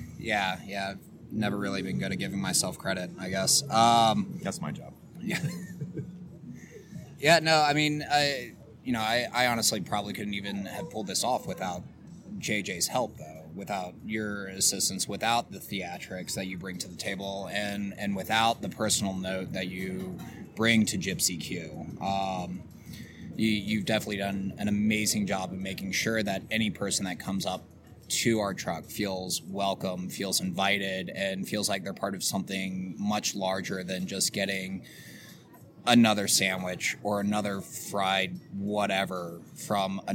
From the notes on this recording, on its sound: This was a good one, outside at Improper City. Gypsy Q BBQ Truck.